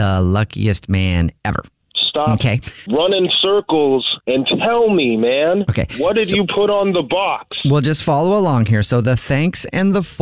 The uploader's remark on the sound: in this Phone Prank